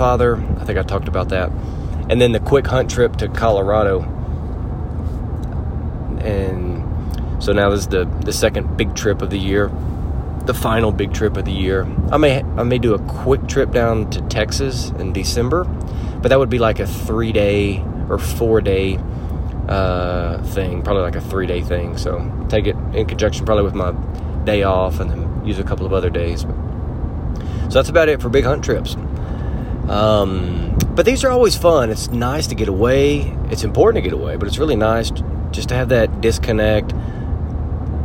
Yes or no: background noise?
yes